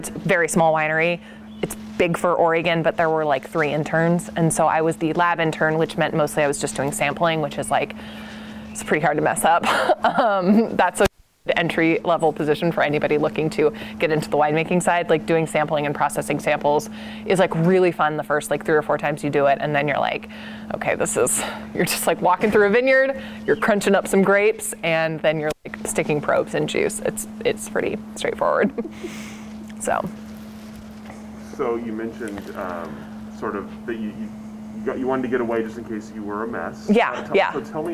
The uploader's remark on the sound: outside Nicholson Library in McMinnville